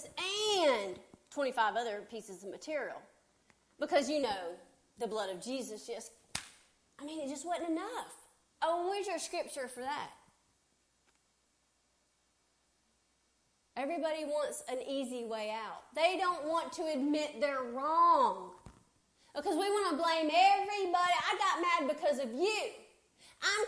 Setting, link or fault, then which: setting, large echoing room